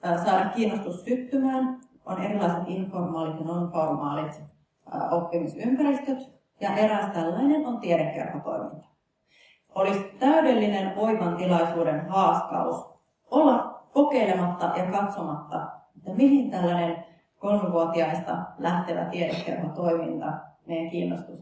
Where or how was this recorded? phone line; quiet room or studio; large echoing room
large echoing room